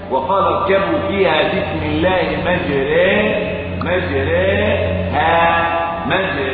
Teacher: تجد انني املت الالف الى الياء · Term: الالف الممالة